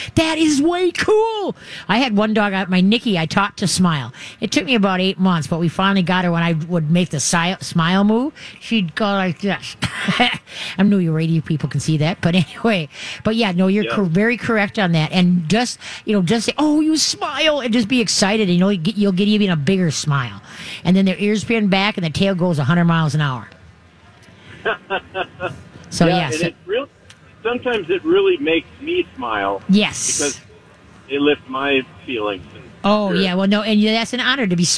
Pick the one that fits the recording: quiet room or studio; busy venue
busy venue